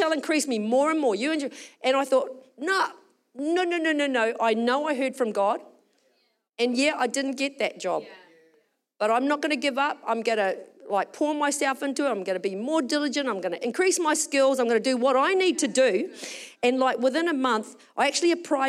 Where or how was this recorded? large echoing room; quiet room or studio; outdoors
large echoing room